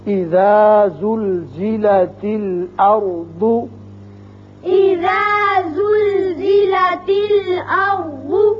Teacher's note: یہ جو زا ہے اس میں سیٹی کی آواز ہے